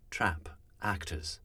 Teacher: More contemporary speech may have a more open sound, closer to the ah sound